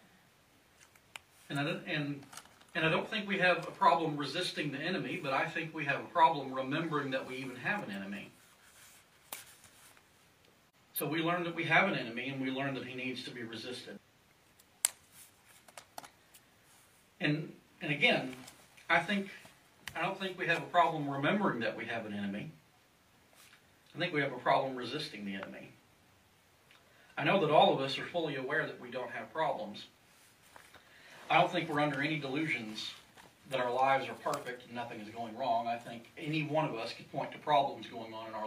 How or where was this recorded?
large echoing room